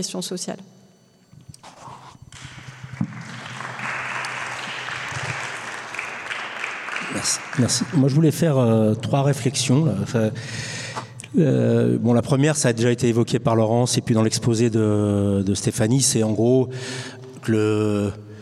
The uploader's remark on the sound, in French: Captation réalisée le 9 novembre 2021 à la Bourse du travail (Paris 10).